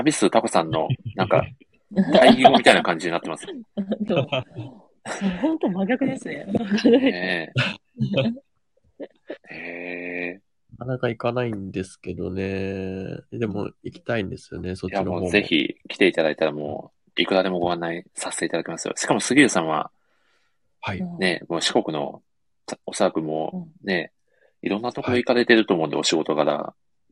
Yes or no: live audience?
no